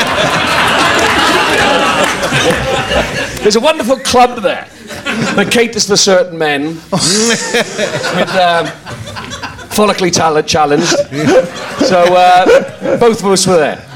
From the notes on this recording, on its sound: on stage at Big Finish Day 2018 on 3rd November 2018